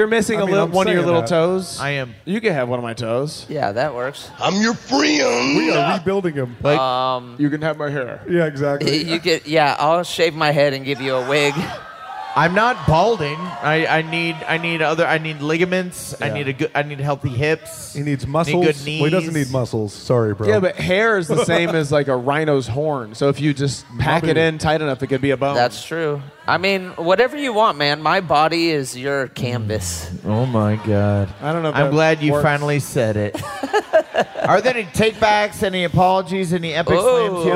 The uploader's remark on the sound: Live From Tulsa!